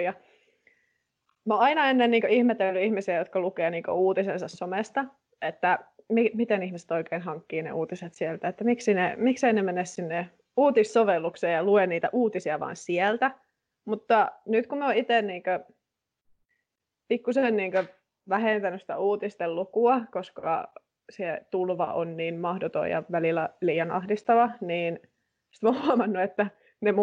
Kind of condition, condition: link, video call